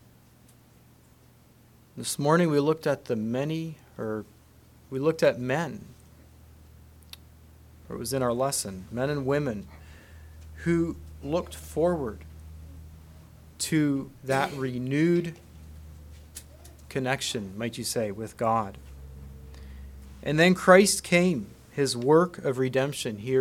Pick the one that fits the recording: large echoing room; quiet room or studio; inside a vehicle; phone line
large echoing room